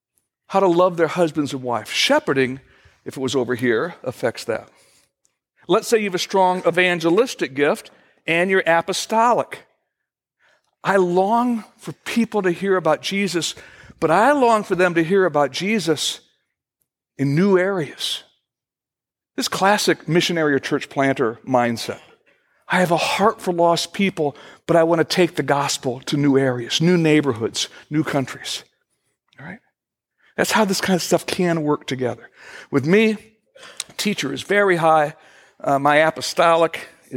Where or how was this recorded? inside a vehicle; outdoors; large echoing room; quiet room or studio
large echoing room